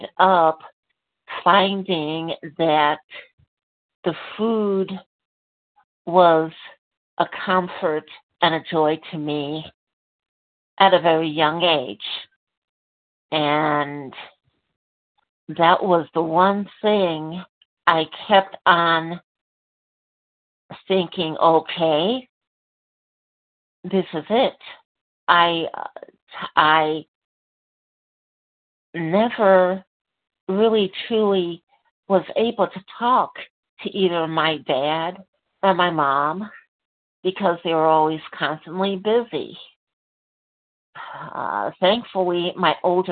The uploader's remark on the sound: from the 100 Pounders Phone Meeting